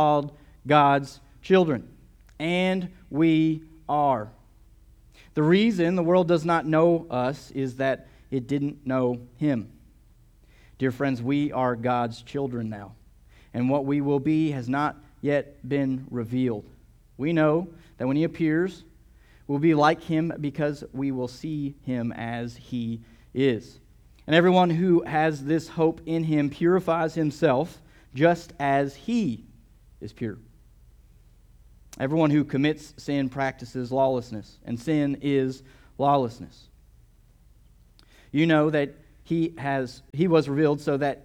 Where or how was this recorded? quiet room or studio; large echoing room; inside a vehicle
large echoing room